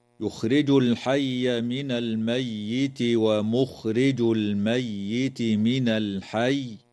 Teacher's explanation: تظهر لام التعريف في كلمة الحي في الموضعين